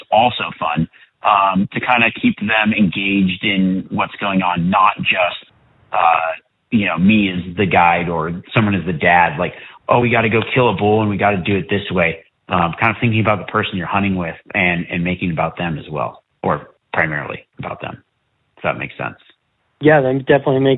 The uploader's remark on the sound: Live Q &. Joins a few callers in between glassing and guiding to answer their hunting questions. Callers during this Live Wild Live Q&A episode.